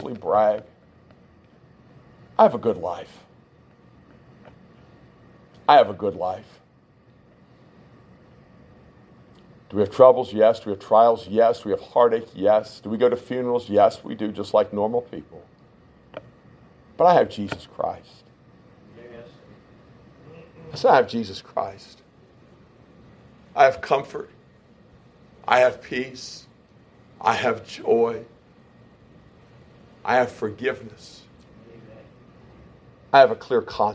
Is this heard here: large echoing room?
yes